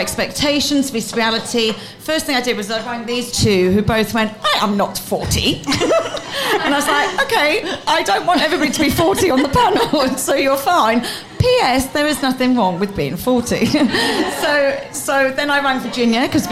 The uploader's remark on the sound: Our first live podcast held at Brown Thomas Cork.